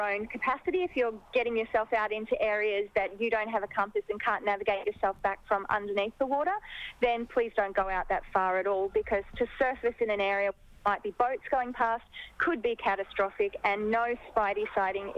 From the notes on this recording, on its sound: on the phone